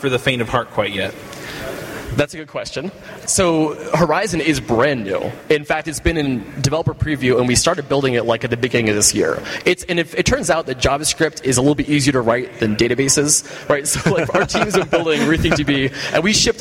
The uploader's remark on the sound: Live from ng-conf!